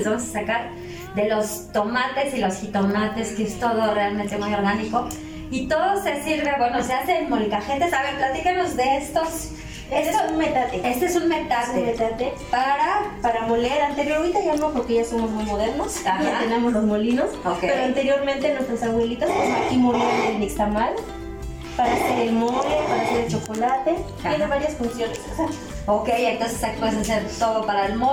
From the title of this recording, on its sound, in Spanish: En vivo desde Oaxaca